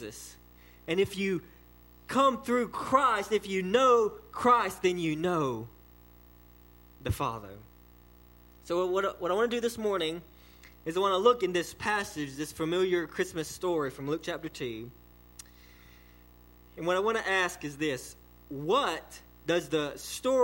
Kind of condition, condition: setting, large echoing room